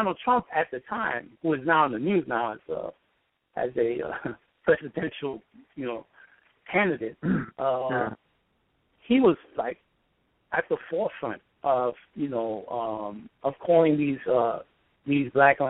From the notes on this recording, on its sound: in a phone interview